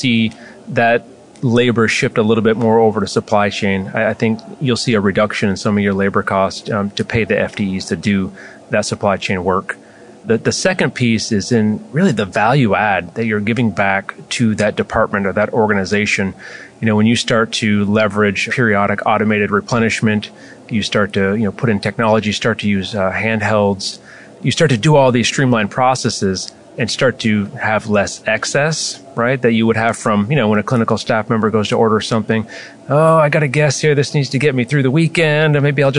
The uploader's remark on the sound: live at AHRMM23 in Orlando